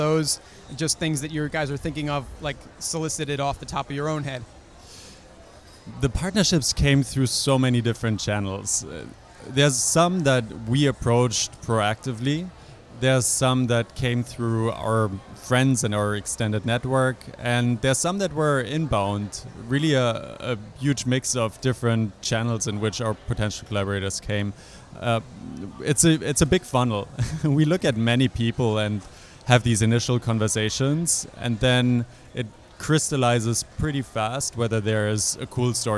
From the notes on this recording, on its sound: joins me live on the floor at New York Advertising Week